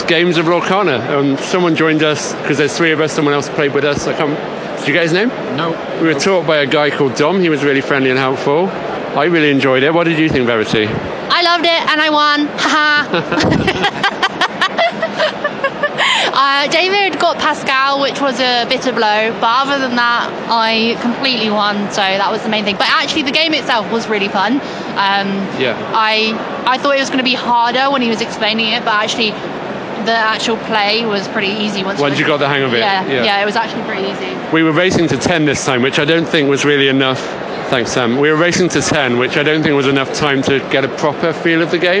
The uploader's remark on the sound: Live from UK Games Expo 2023